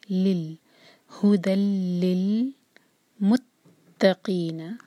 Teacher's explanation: اگلے لام سے جوڑیں تو لام پر قلقلہ نہ ہو، جھٹکا نہ آئے